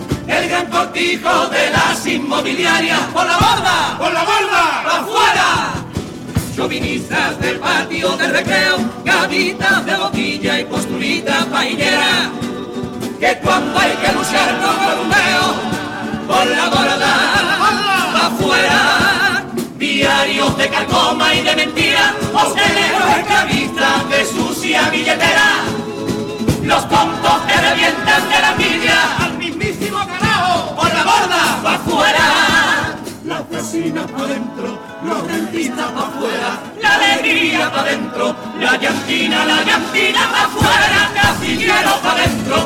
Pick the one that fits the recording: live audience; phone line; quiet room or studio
live audience